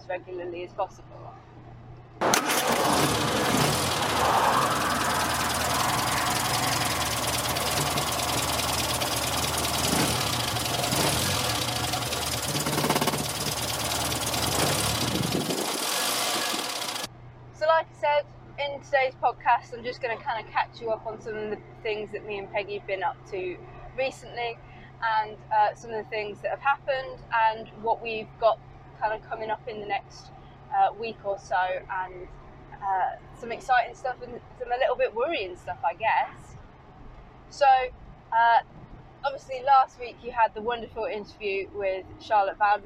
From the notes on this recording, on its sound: all recorded from my 1968 Morris Minor, Peggy